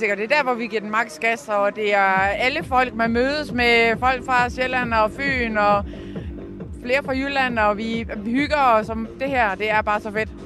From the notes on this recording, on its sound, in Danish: I denne udgave er Fredagsmissionen er vi taget til bilfestival i Padborg, Danmarks Hurtigste Bil. Og snakker med de glæde og fulde festivalgæster.